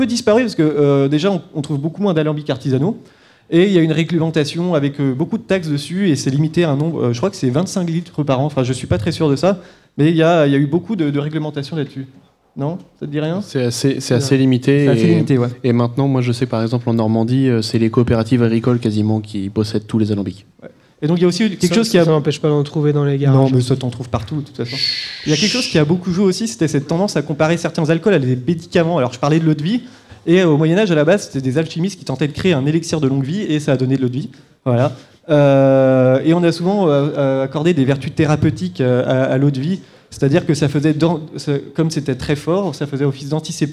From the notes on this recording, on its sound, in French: A PodRennes 2017. Enregistré en live à PodRennes!